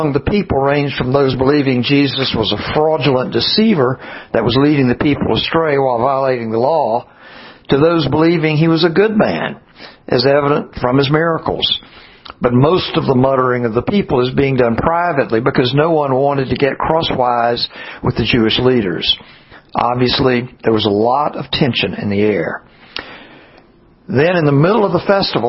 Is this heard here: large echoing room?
yes